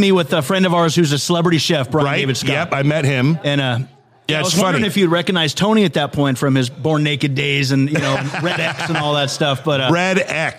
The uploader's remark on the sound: Live at the Cedarwood Saloon